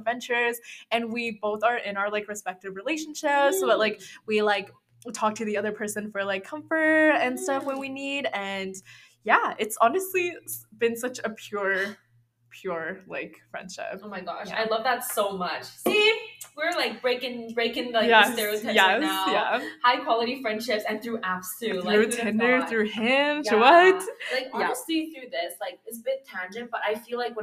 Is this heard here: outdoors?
no